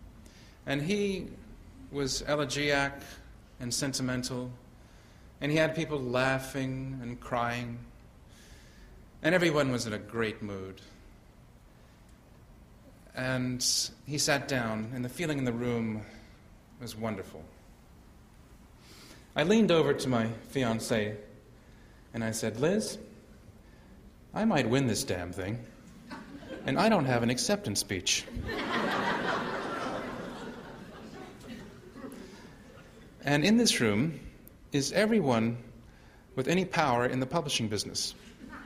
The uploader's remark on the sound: delivers the keynote speech at the annual meeting of the San Diego Historical Society.